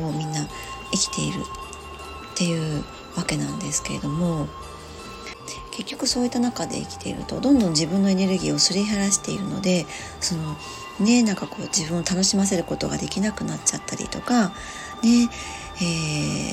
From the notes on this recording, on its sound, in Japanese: 外の音が様々入ってしまっています お聞き苦しい所がありましたらすみません